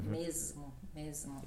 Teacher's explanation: fica com a vibração, fica o som Z, basicamente